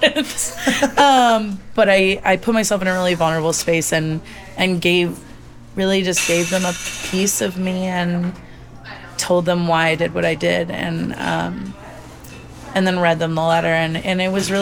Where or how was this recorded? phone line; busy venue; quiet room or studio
busy venue